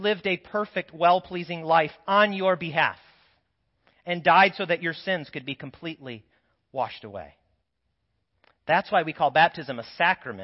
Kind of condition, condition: setting, large echoing room